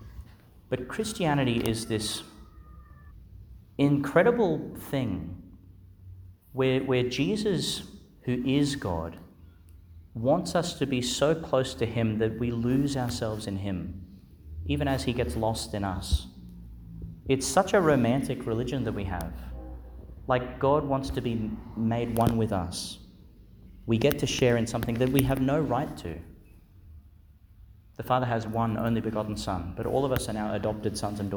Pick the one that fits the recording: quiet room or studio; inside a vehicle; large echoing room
large echoing room